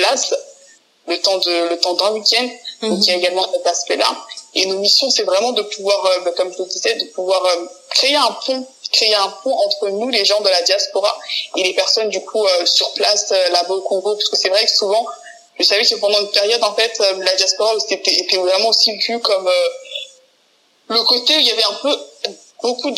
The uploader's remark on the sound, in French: Dû à quelques difficultés techniques lors de l’enregistrement réalisé à distance pour les besoins du confinement actuel, la qualité du son est quelque peu altéré.